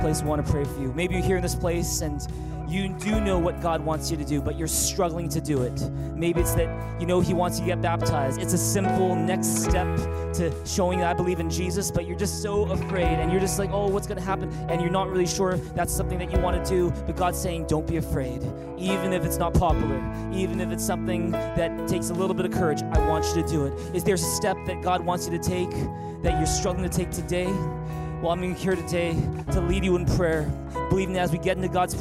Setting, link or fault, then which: setting, large echoing room